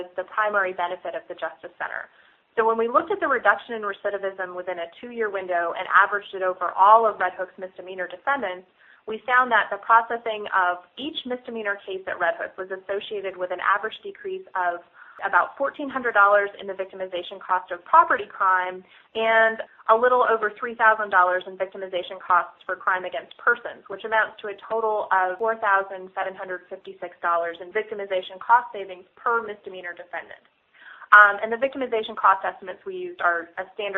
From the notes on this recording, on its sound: On the phone with me today